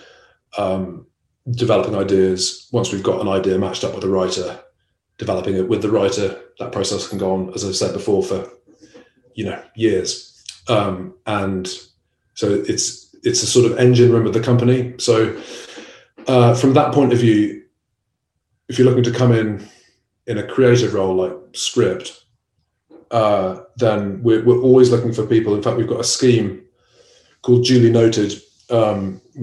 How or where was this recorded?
video call